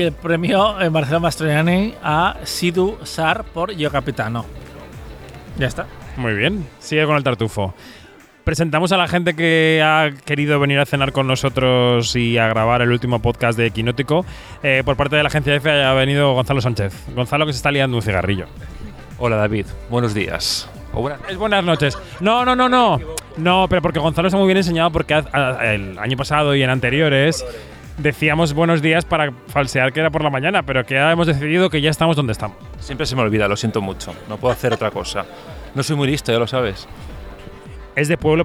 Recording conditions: busy venue